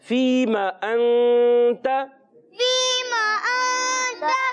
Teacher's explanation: میم پر زبر آنے کی وجہ سے حرف مدہ سے بدل دیا. مدہ سے نہیں بدلنا، حرکت کو بغیر کھینچے.